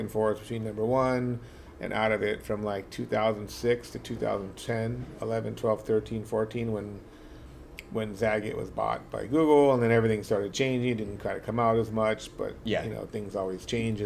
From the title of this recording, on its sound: LIVE from Mélisse